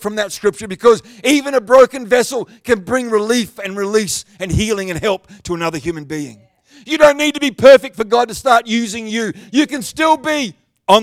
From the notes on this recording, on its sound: The live stream of Destiny Church Atherton.